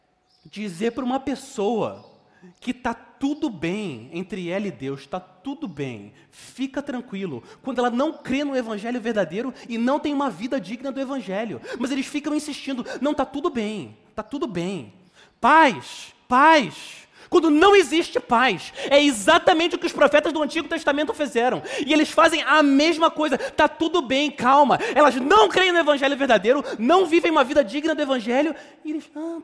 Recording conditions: large echoing room